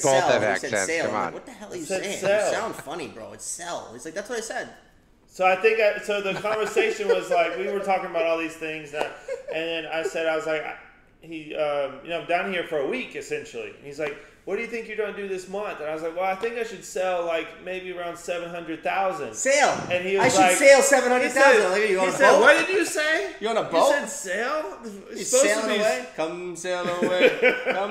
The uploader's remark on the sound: LIVE FROM ORLANDO AFSA42 TRIP. Our first show sitting together.